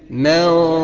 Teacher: الغنة بتاعتها لازم تكون سمينة شوية او مفخمة شوية، لانه حرف مقامه كبير، لازم اللي وراه او اللي معاه يناسبه.